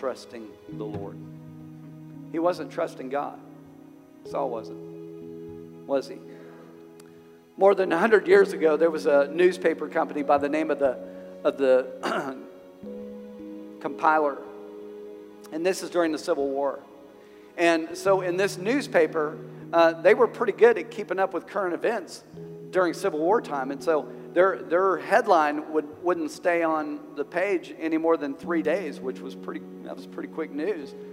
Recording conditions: large echoing room